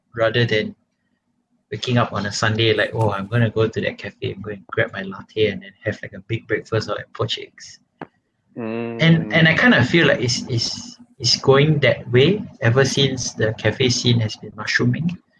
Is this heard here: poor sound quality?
yes